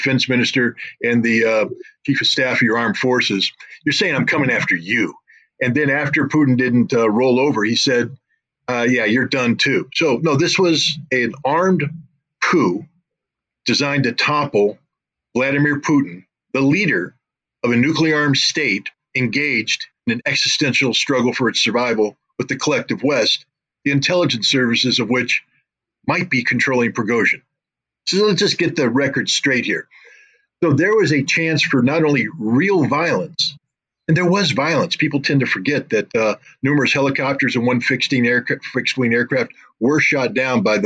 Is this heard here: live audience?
no